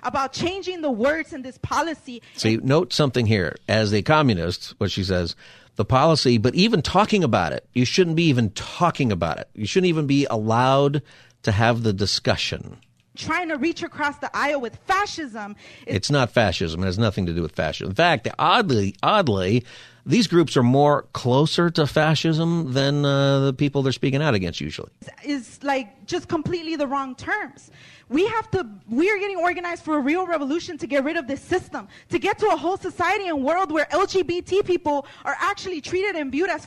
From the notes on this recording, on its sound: Listeners call